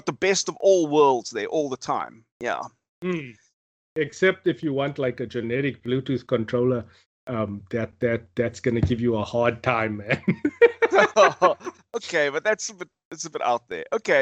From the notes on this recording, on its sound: Recorded via Skype